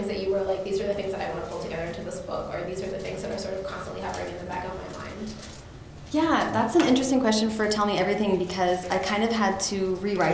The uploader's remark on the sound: This episode is audio from the March 2019 event at The University Bookstore in Seattle, Washington.